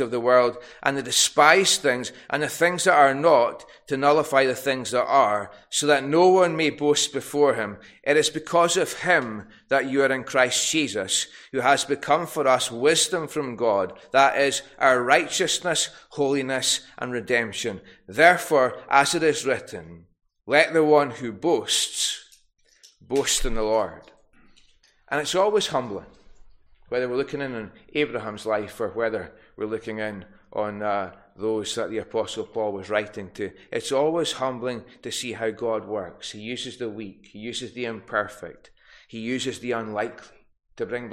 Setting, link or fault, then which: setting, large echoing room